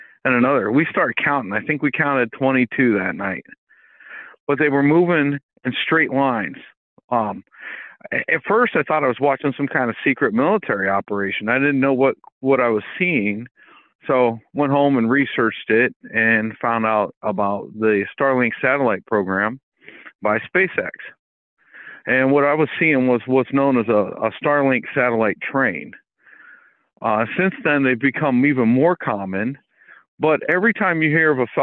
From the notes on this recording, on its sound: Call in Bible Study